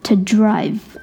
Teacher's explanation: 弱读 to 在辅音前面都可以读成一个 t 的音